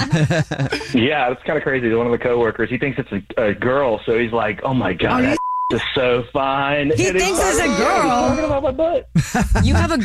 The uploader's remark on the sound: The man on the phone has a Dirty Little Secret that involves his work!